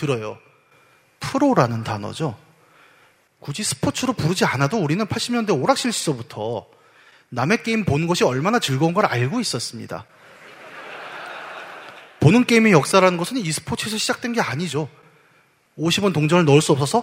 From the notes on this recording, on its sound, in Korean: 300회특집 공개방송.